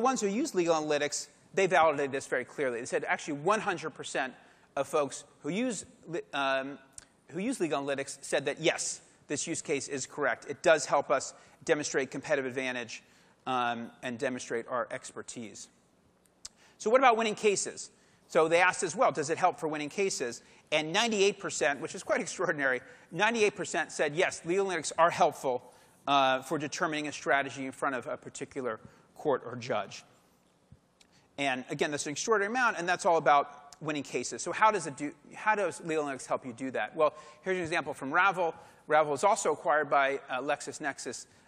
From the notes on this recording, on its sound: you'll hear the session recording from LegalWeek New York in February 2018